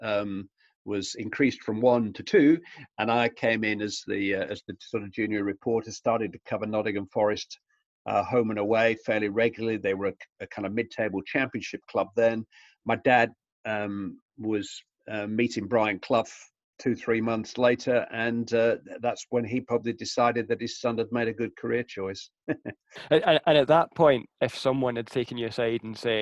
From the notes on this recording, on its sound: Logged into a zoom call this week. It was easy to feel a bit out of place on the other end of the call.